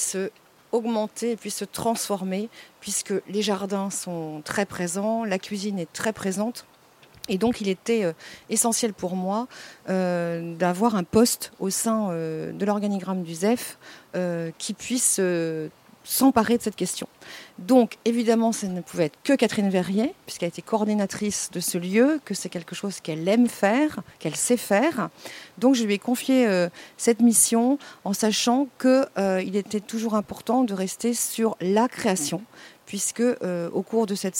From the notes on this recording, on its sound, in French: Nous étions en direct du jardin du Zef - Gare Franche, dans le 15e arrondissement de Marseille, dans le cadre de la semaine Nature & Biens Communs.